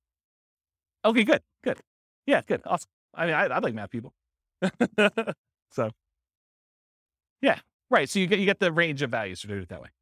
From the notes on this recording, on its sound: This was a live class recorded